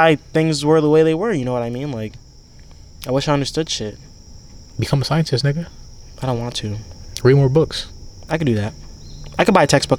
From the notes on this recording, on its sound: The fellas are back outside again accompanied by Mother Nature and her beauty.